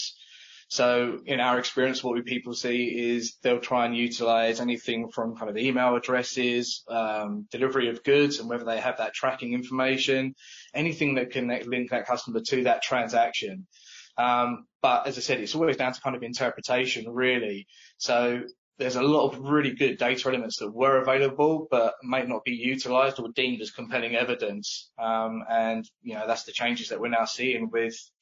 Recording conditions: video call